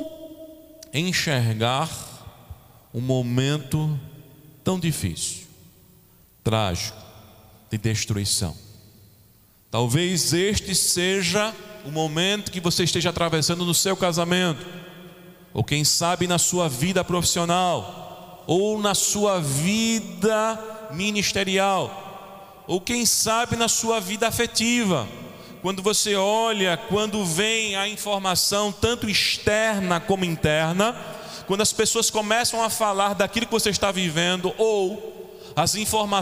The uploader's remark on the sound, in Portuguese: Gravado em 24 de janeiro de 2021 na Igreja Evangélica Congregacional em Candeias